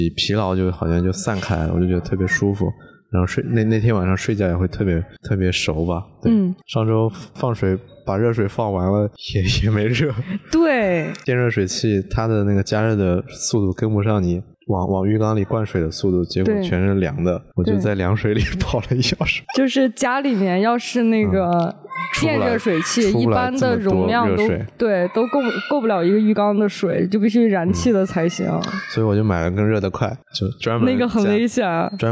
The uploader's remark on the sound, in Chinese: 在洗浴中心。这也是我们第一次尝试户外开放式录制，期间受到了路人异样阳光的灼热注视，和“熊孩子”天真烂漫的喊叫声全程陪伴。